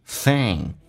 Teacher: 舌尖搭上齿咬舌音，然后呢后鼻音